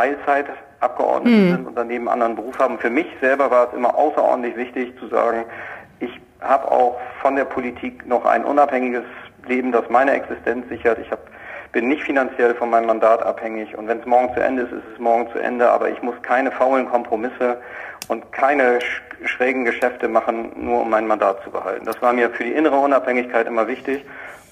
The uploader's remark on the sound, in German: Findet coronabedingt diese Woche wieder per Telefon-Schalte statt. Aus Bremerhaven zugeschaltet.